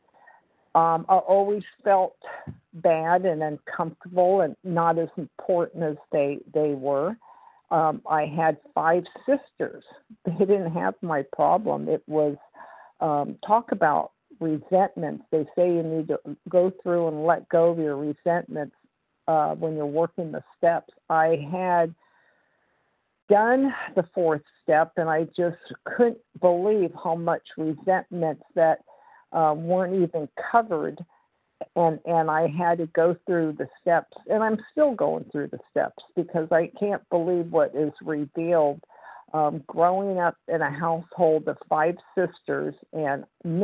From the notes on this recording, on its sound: 100 Pounders Phone Meeting